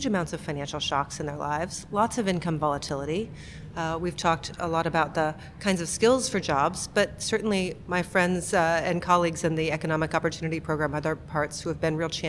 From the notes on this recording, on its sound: joins me from the Global Inclusive Growth Summit in Washington, DC